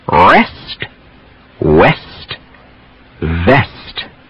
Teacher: Tongue goes back on rest, lips apart on west, lip touching the teeth on vest.